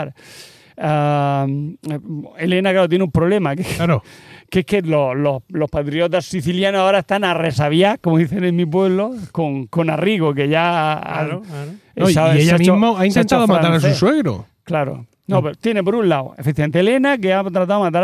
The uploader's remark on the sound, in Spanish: Grabar al aire libre, en un jardín público de murcia, en concreto en el palmeral chico. Rodeados de palmeras y de alguna que otra mosca.